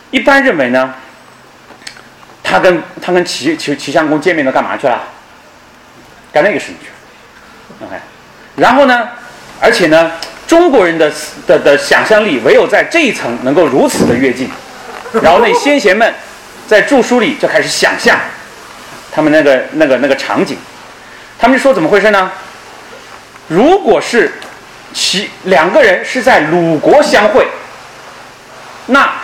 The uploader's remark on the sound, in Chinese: 本音频是由“复兴论坛”系列讲座录音整理而成